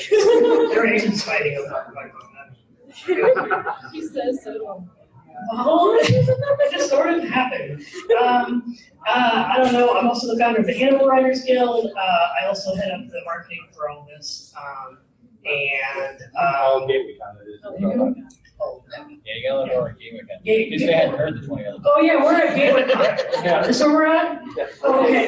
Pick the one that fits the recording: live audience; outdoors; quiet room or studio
live audience